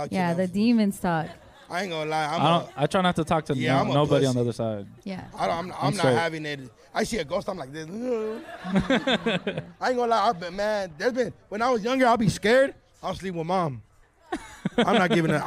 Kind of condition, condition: setting, live audience